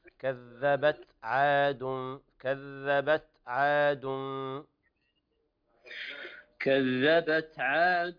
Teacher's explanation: في كذبت فيها همس وليس قلقلة